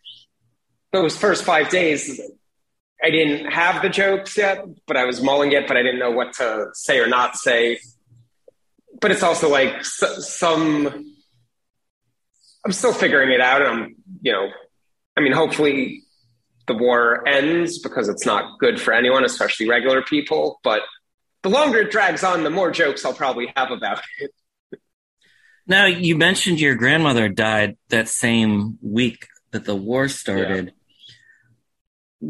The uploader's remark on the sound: joined me over Zoom